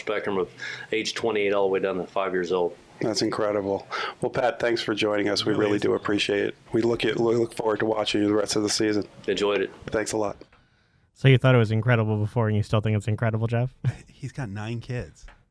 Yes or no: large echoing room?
no